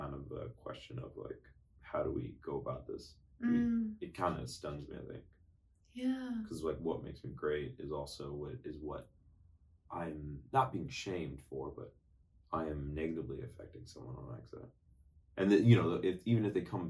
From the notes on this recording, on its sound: Recorded on an iPhone. While the Canons sit idly by, just watching our rookie mistakes.